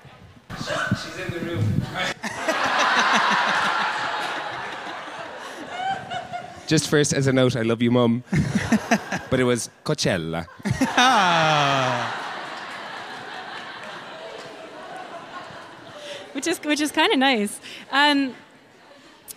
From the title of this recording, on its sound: Live at Yer Only mBan